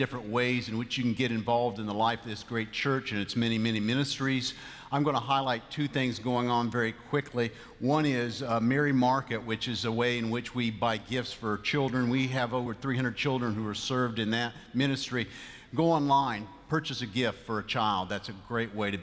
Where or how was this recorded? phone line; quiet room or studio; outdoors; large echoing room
large echoing room